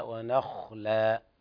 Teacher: انتبه إلى قوله تعالى ونخلا، الخاء تفخم قليلا